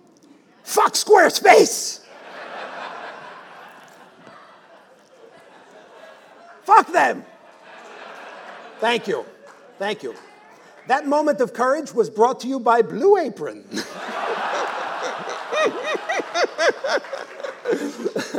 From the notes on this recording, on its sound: Our premiere episode from the Murmrr Ballroom in Brooklyn, NY.